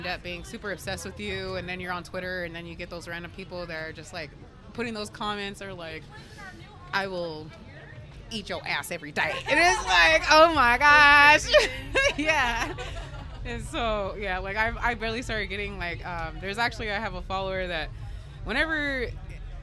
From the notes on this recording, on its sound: I decided to take my mic and interview people at this magical gathering of people called the Full Moon Festival. This is is festival of all local artist, dis and and anyone who wants to show off their cool shit!